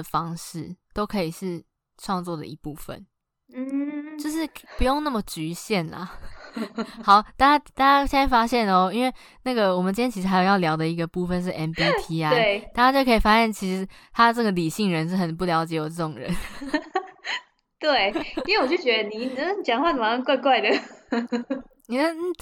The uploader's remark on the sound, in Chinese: 這集錄製時有不可抗力之噪音，深感抱歉